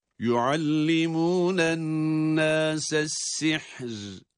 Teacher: Görüldüğü gibi es-sihr kelimesi sin harfinin esre ile ha'ya bağlanması sih diye, sonra da durulduğu için ra'nın cezim ile okunması halindedir. · o hareke esri olduğuna göre ra da burada ince okunur. Kalın okunmaz.